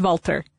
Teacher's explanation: It is spelled W-A-L-T-H-E-R, but the Germans do not have a th sound. It's a hard T or a D sometimes, depending upon what part of Germany.